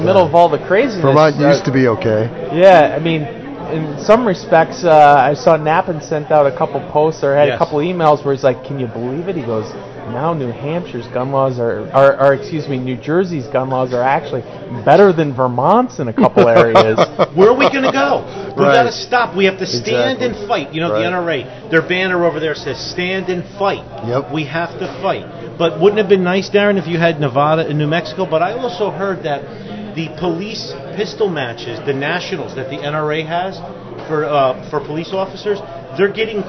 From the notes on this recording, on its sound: live from SafeCon